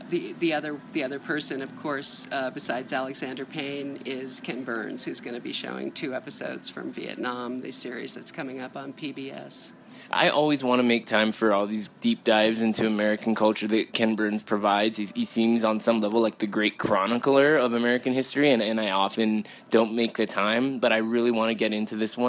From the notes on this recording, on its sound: sit down at the Telluride Film Festival